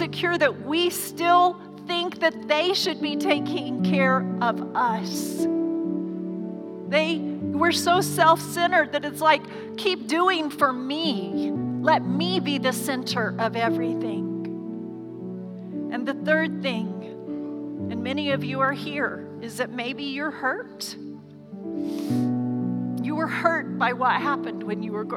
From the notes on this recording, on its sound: Recorded live during our Sunday morning service